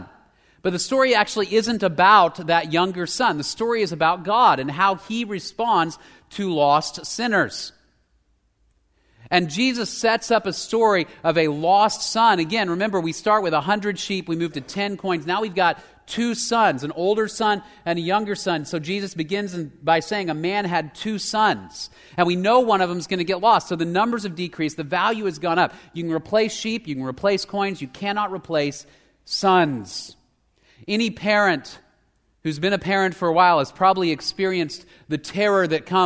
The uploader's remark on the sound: Location: Grace Bible Church Southwood